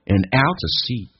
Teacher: and 不被强调，可以说成一个鼻音